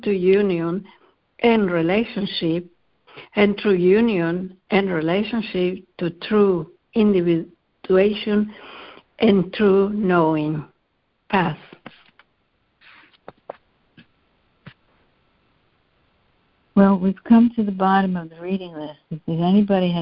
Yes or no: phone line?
yes